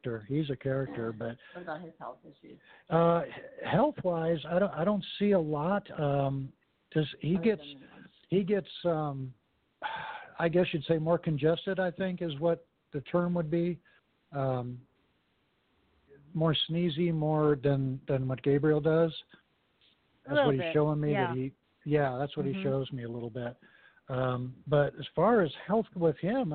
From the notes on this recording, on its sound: take a few calls from audience members